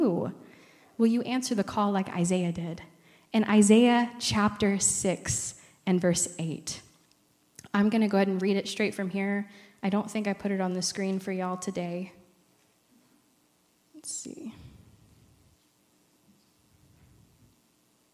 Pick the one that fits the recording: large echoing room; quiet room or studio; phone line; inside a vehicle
large echoing room